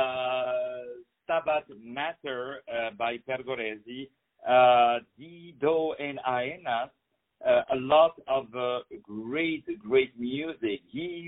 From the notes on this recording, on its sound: On the phone